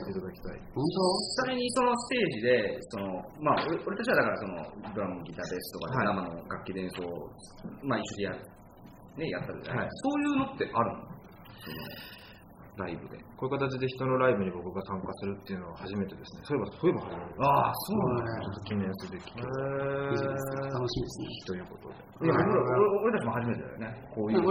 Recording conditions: busy venue